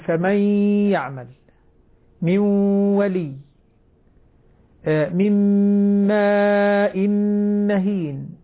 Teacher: فأقول: فمن يعمل من ولي من ماء مهين، التنوين مع الميم أو النون مع الميم كلاهما إدغام بغير مع الغنة، والغنة مشبعة لابد أن نشبعها ونعطيها حقها بمقدار كما قدر العلماء بمقدار ألف، يعني إشباع الغنة معروف في هذا المجال. · Term: إدغام بغنة